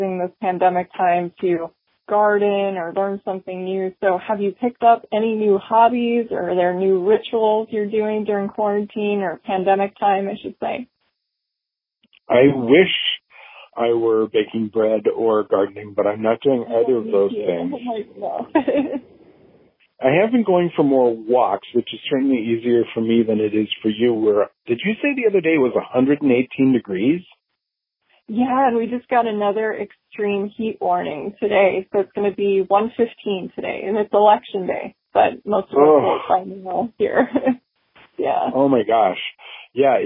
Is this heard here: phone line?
yes